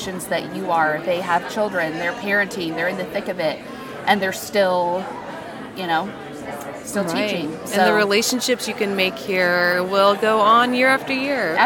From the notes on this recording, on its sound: This series was recorded at Crossroads Community Church's Global Leadership Summit 2023.